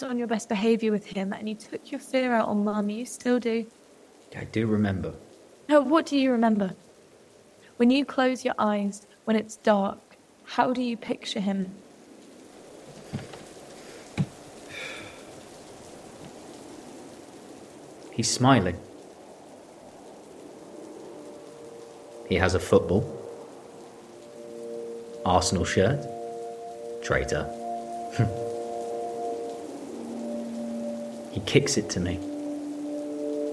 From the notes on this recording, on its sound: Yom Kippur night. There is a storm outside. By the light of a memorial candle.